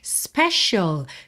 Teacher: principalmente essa letra C, que não soa C, e sim SH.